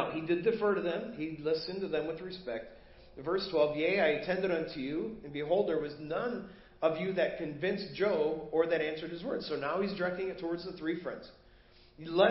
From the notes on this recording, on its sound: Preached at First Baptist Church of Hazel Park